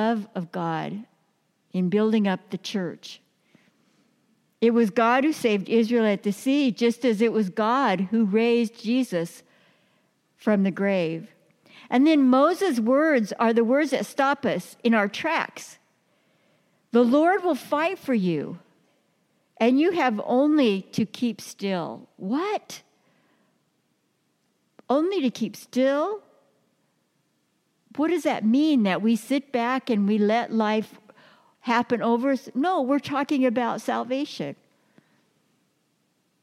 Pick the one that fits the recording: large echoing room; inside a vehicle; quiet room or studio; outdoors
large echoing room